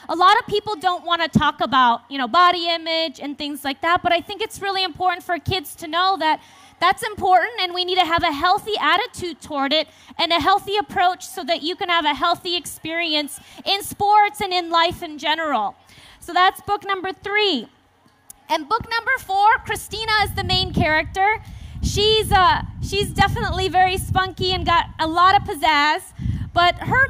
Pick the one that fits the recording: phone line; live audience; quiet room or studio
live audience